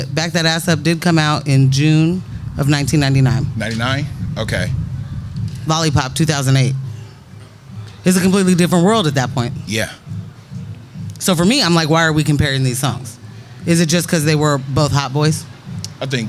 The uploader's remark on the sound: Where we caught the breeze and a vibe as we recorded live from the rooftop at #JackiesPDX, during the Hightop Happy Hour, for #SneakerWeekPDX Media Day.